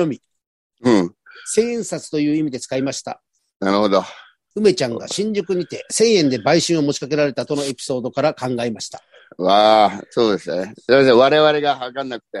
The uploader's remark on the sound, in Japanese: ZOOMで収録